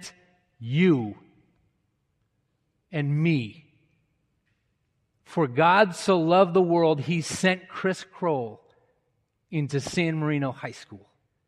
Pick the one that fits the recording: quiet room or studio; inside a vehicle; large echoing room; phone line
large echoing room